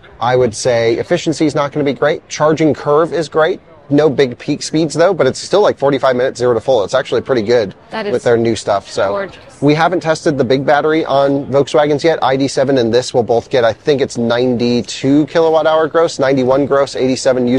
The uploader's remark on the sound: a walking podcast around the Chicago Auto Show